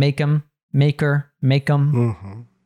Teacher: we have the H drops there. This happens with most pronouns. Him, her, them, right? Becomes im, er, So make him, become make him, maker, make him, to reduce all of those.